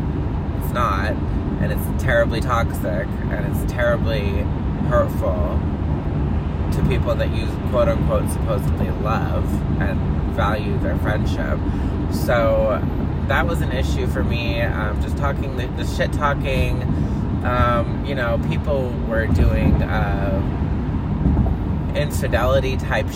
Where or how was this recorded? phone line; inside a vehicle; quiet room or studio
inside a vehicle